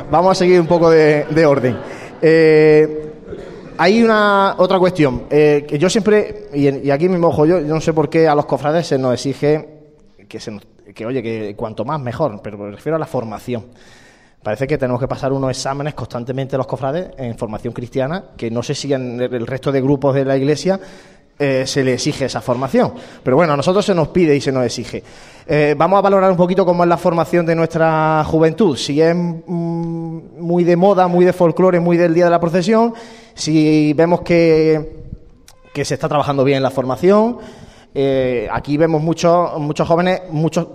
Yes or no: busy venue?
yes